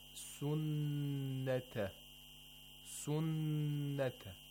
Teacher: whenever Noon is mushaddad, has a shadda, you have to hold the sound of the Noon for two vowel counts, nasally. · Term: ghunna